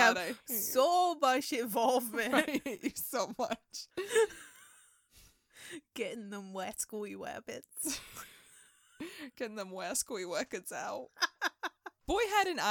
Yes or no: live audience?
no